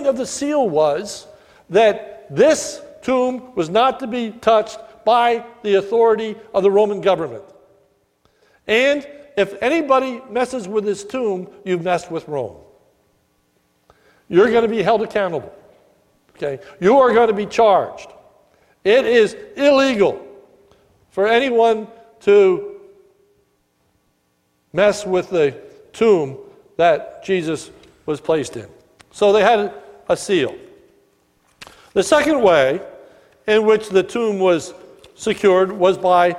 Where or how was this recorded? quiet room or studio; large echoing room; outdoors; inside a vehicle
large echoing room